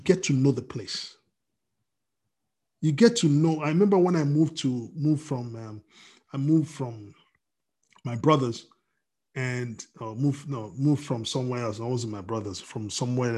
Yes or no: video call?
yes